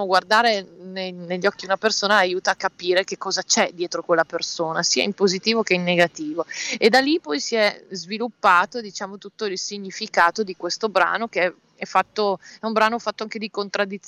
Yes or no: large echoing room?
no